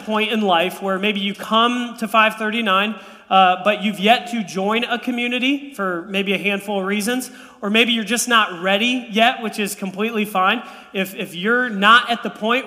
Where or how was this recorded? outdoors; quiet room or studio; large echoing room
large echoing room